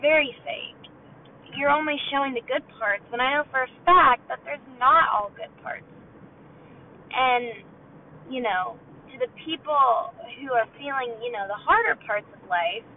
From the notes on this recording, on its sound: Welcome to the first ever “drive with me” car segment. In this episode you will enjoy the lovely audio that is in my car.